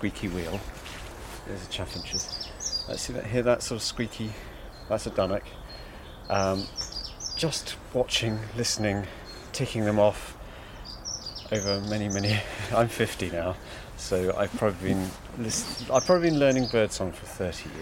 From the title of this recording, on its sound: while wandering in the Cotswold Hills